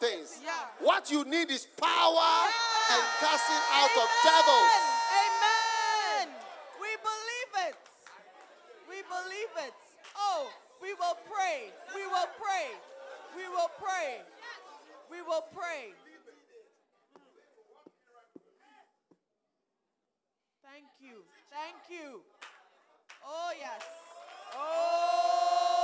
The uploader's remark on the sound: Preached at the Use It or Lose It Camp, USA.